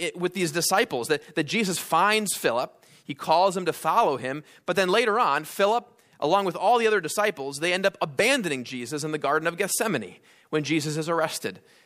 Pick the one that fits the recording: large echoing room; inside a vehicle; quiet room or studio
large echoing room